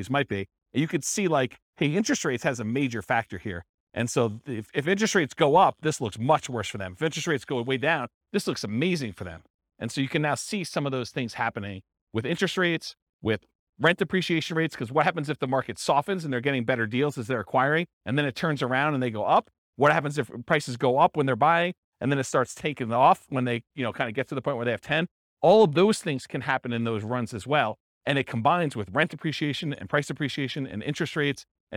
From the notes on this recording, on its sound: This was a live class recorded